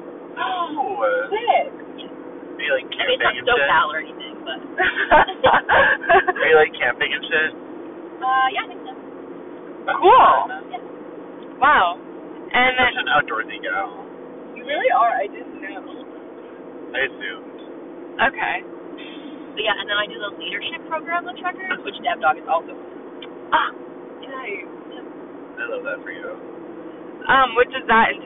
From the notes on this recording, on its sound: We know the audio quality is especially bad in this episode.